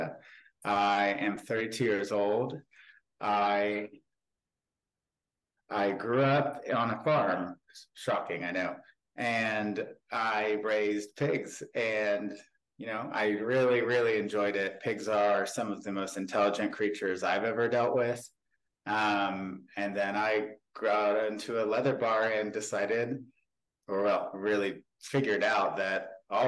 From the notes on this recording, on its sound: Zoom